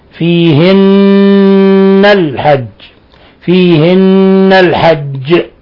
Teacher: لاحظوا حرف نون مشددة فتغن مقدار حركتين